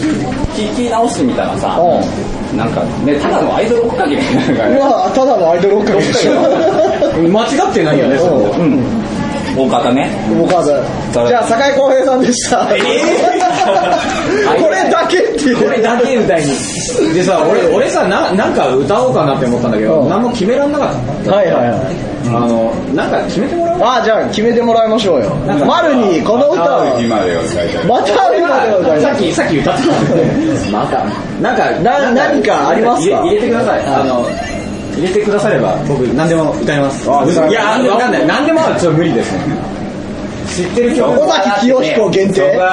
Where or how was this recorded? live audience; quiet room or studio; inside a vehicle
live audience